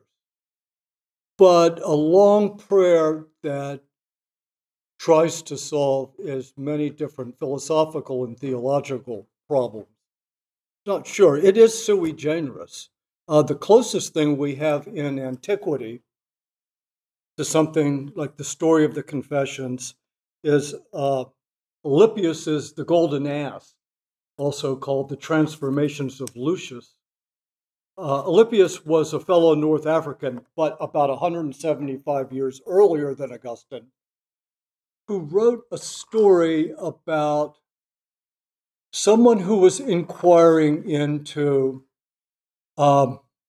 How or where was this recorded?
large echoing room